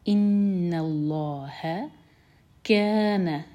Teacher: اللہ تعالیٰ کے نام میں جو لام ہے اس کو منہ بھر کر پڑھا جائے گا